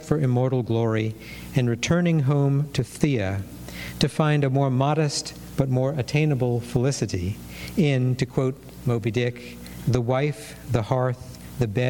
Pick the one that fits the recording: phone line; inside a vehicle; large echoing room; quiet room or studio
large echoing room